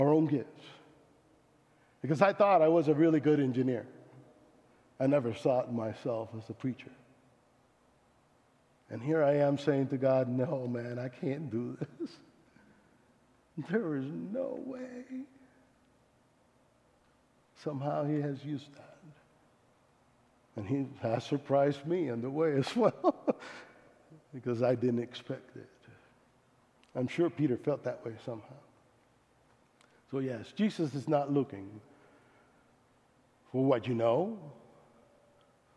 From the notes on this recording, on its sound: Speaking at South Sub Christian Church Littleton CO